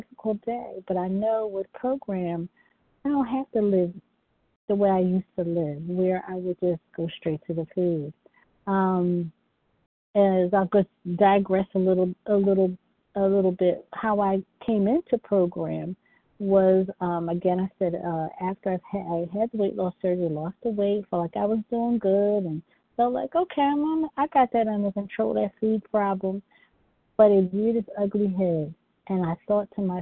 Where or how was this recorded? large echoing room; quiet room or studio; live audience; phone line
phone line